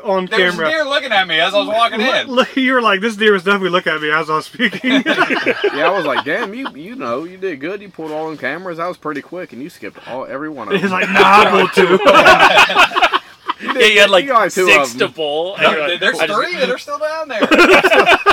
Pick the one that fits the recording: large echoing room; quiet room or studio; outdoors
outdoors